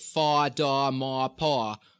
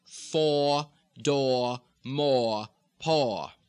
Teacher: in this style, Kennedy style, you're going to stay rounded. · Shown in: second take